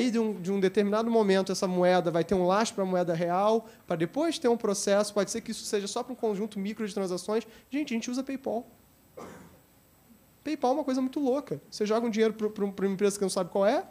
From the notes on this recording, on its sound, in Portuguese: Realizado no V SEMINÁRIO ABQ QUALIDADE SÉCULO XXI – A Era da Transformação.